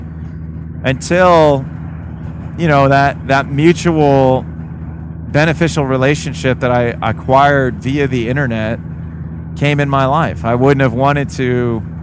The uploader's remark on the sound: CarPod. While we are driving from Columbus to Detroit.